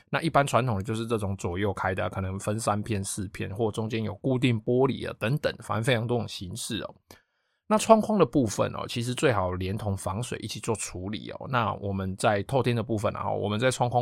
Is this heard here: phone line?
no